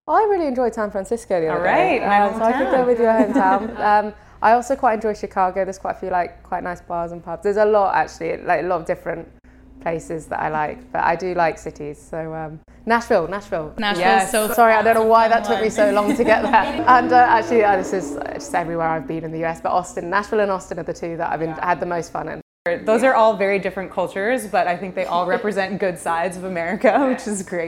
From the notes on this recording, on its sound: Live From IndyCar. In California ahead of her season finisher at Laguna Seca.